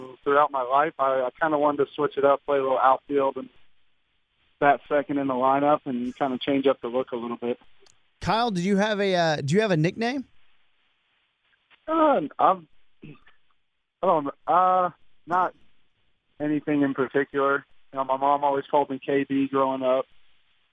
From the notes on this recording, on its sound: Called in to the Ben and Skin show.